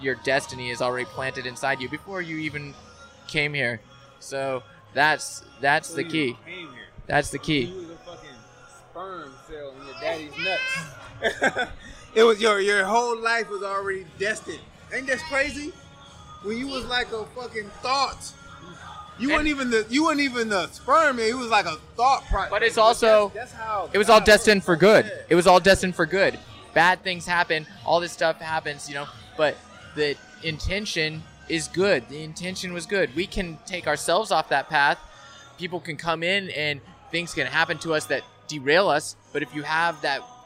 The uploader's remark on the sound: Live in person at Los Angeles Swim Week, which was having its first run-through in the LA area. We had surprise guests.